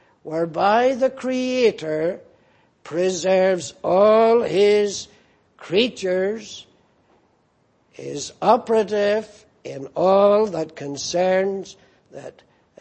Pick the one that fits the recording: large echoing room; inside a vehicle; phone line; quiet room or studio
large echoing room